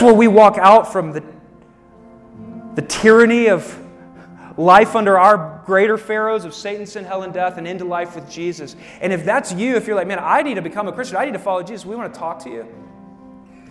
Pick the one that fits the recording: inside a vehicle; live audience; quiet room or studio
live audience